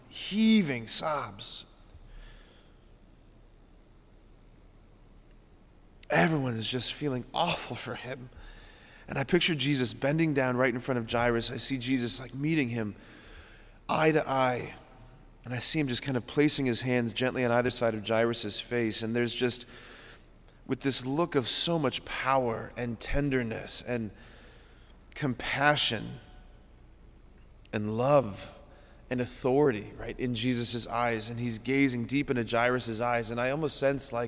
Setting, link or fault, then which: setting, large echoing room